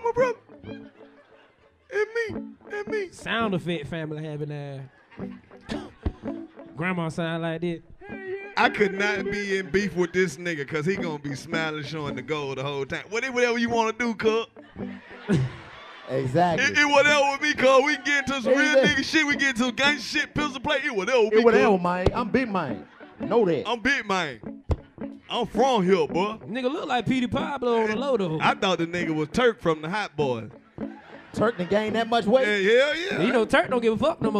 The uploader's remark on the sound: Light up Nashville with a fiiiiiiire live podcast from Zanies Comedy Club. If your in the front row at a live podcast - you getting roasted by the best roasters in the game but its all love!